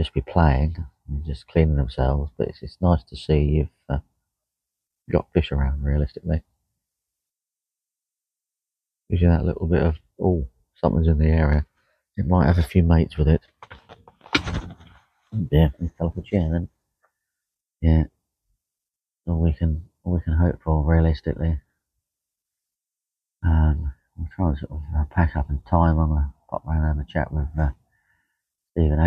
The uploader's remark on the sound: Live From The Bank